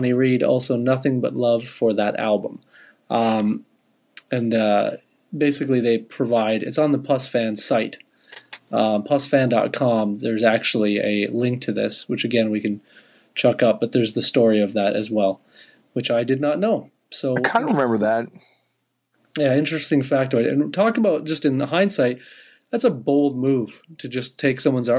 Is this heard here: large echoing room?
no